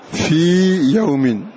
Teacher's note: في الأول في حرف مد، وفي الثاني الياء تخرج من وسط اللسان مخرجها غير هذه، فهما وإن اتحدا في الرسم لكنهما مختلفان في الاسم، فهذه نسميها حرف مد، وهذه نسميها في الياء الثانية نسميها ياء تخرج من وسط اللسان، فهذا تعريف من الشيخ طيب جدا.